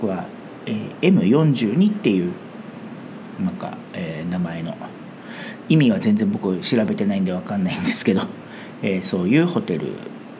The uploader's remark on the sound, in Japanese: 台湾最南部のリゾート地 墾丁に休暇で訪れました。雑音のように聞こえる音は波の音なんです。